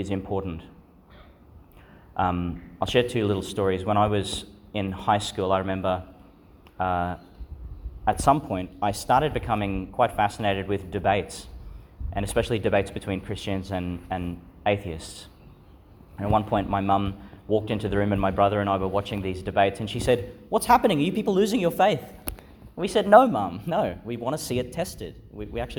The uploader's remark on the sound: Delivered (at the evening Mass) in Our Lady Star of the Sea Church, Gladstone, Qld. Delivered (at the evening Mass) in Our Lady Star of the Sea Church, Gladstone, Qld.